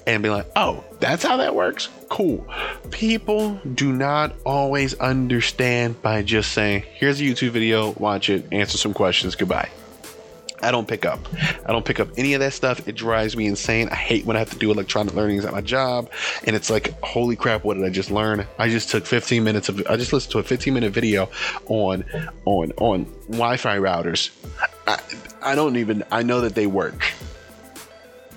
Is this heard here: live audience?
no